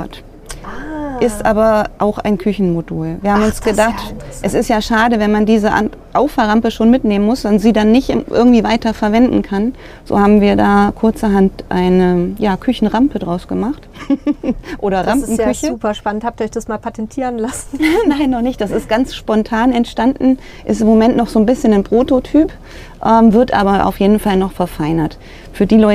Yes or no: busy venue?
yes